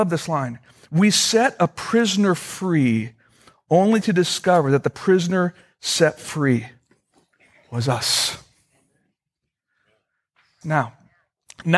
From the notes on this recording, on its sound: Originally recorded on September 8, 2013, at Fellowship Missionary Church, Fort Wayne, IN.